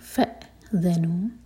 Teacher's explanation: ذَال پر زور اور حمزہ پر cut off sound, فَذَنُوا، اور ذَال میں زاگا ساؤنڈ نہ آئے.